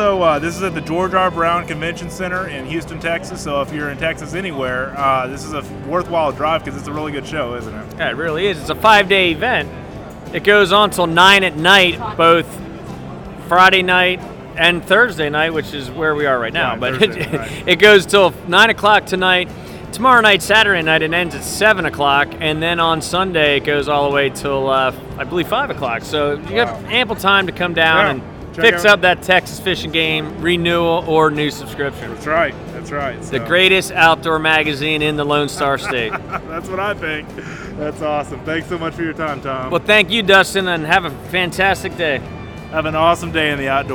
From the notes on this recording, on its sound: This is a short podcast live on location highlighting the 43rd Annual Houston Fishing Show at the George R. Brown (GRB) Convention Center in Houston, Texas.